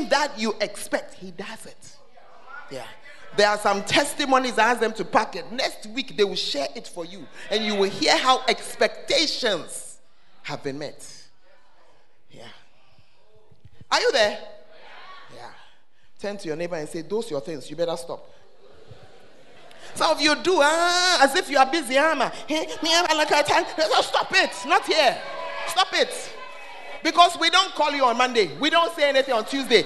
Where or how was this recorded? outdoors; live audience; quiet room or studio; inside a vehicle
live audience